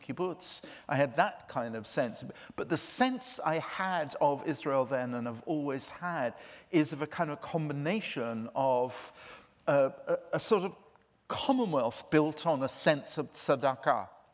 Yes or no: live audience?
yes